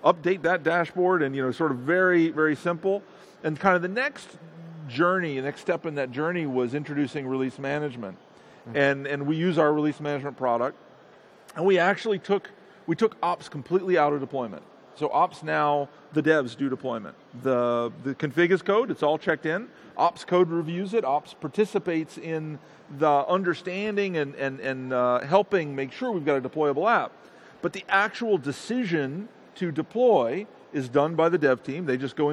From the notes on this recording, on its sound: Live at Ignite 2015